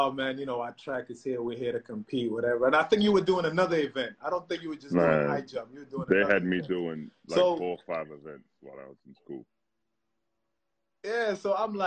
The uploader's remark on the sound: With the world locked down during the coronavirus pandemic.